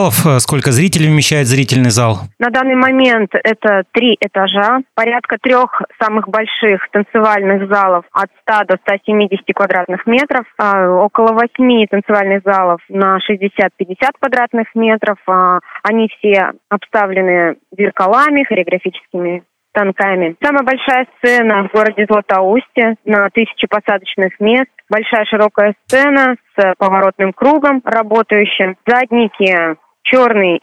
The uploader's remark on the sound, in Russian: Поговорить об этом в подкаст пришли худруки творческих студий «Вдохновение» и «Наваим». На связи по телефону — экс-директор дворца.